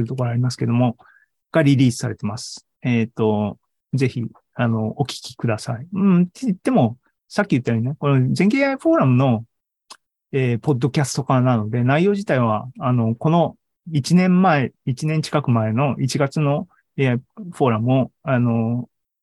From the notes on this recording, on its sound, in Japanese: ２０２２年１０月２６日に開催した ZOOMライブの模様です